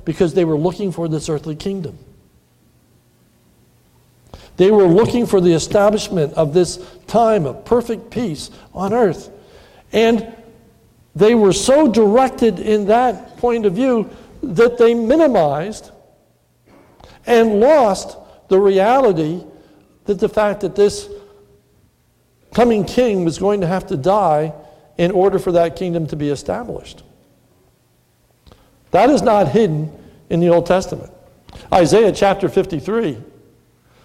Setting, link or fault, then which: setting, large echoing room